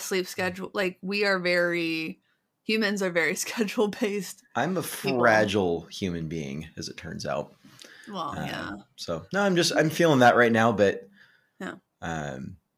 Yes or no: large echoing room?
no